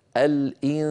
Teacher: عندما أخفي النون عند السين مثلا يبقى من الفم صويت. هذا الصويت أقول صويت صغير صوت لأبين أنه ضئيل. · صوتان في آن واحد، غنة من الخيشوم عن طريق فتحتي الأنف وصويت من الفم، صوت ضعيف ضئيل. لا يصح أن أجعل هذا الصوت قويا جدا كما نسمع من بعض من يعني يقرؤون بالأنغام وكذا في المحافل، يقول الإنسان تجد بأنه يفتح فمه ويخرج صوتا مخيفا. · Term: النون المخفى